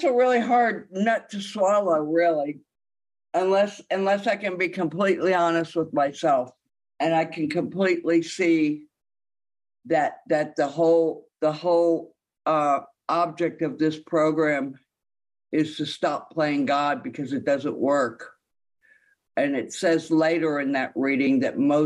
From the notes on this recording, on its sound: this speak is from the Sunday Sheffield As Bill Sees it zoom meeting from just a few days ago on NYE '23 in the UK.